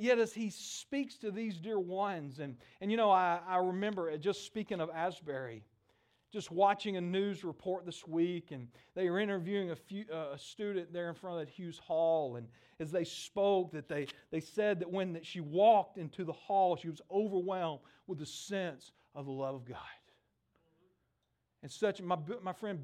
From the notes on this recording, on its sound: at Impact Church of Fredericksburg in Fredericksburg, VA